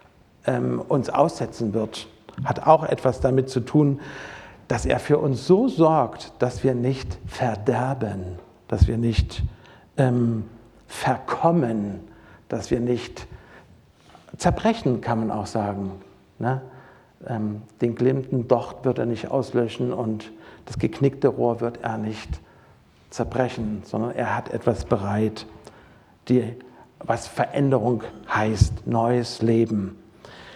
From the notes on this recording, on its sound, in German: Predigt aus dem Gottesdienst